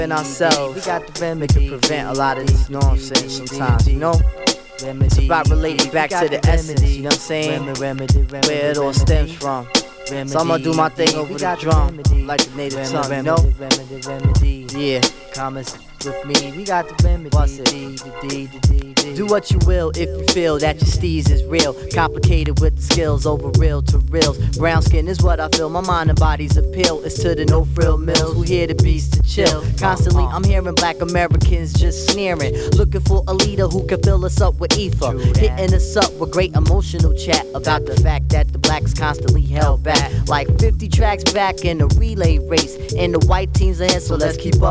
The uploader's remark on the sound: Broadcasting live at our new home base, Delicious Pizza, it was an amazing start to the new year!